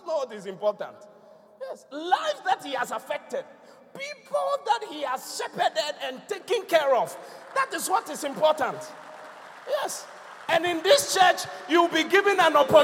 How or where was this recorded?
large echoing room